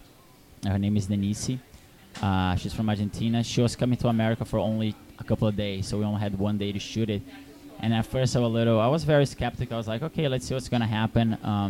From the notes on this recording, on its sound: At the KGFC Filmmakers Lounge hosted by Ateaz Organic Coffee & Tea. The Kew Gardens Festival of Cinema.